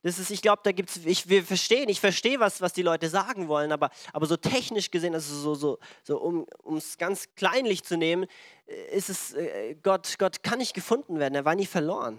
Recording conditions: large echoing room